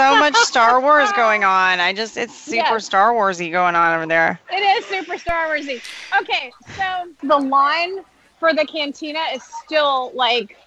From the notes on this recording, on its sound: Opening Day Live Review. Live on the Planet of Batuu, in the middle of Black Spire Outpost. This show was recorded live so you'll hear her interactions with the citizens of Batuu and even some members of the First Order.